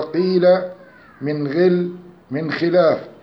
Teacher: تفخم القاف والغين والخاء تفخيما ضعيفا، ويسمى تفخيما نسبيا